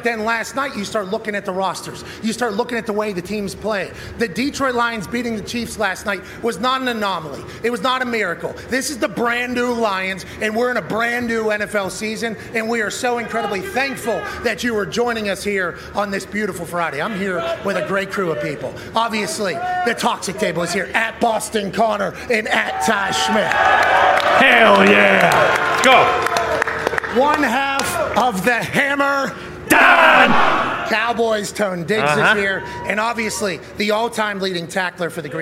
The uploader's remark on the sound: LIVE from the set of College Gameday in Tuscaloosa, Alabama